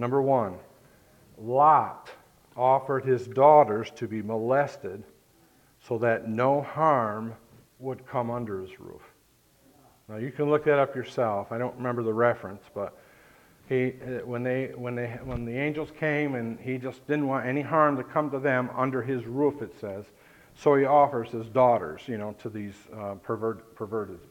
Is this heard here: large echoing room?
yes